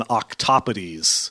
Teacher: it's definitely second syllable stress, uh, and that's a schwa in the third